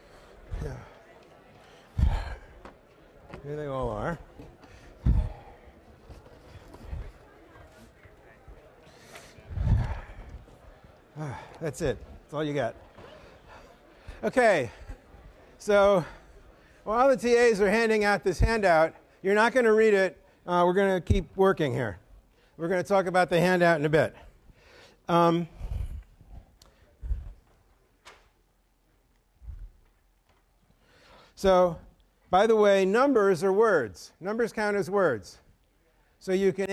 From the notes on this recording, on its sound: A younger version of me is in the audience of these Fall 2010 lectures.